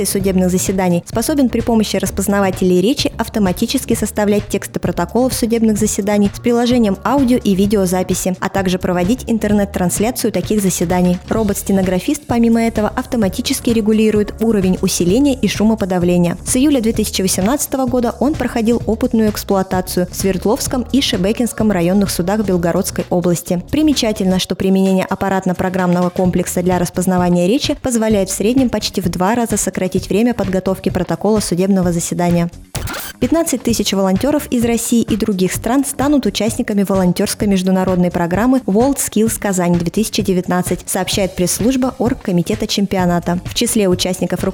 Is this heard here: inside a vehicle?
no